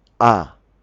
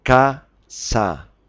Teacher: la vocal A, la abertura es una abertura máxima de la boca